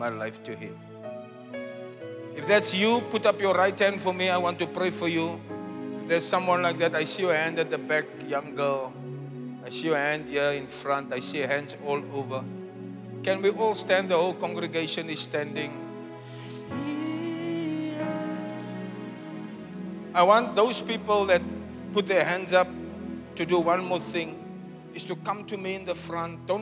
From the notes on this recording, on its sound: Preached at Zion Sanctuary, Cape Town